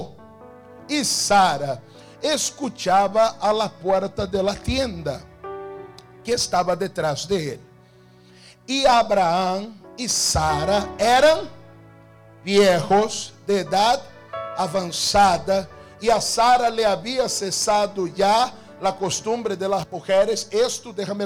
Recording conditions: large echoing room